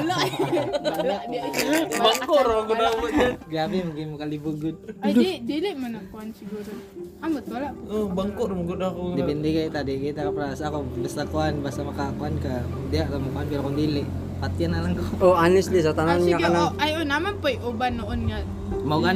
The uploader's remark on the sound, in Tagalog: Chika-chika sa rooftop. We have our little chismiz sa rooftop nila. In the middle of the night.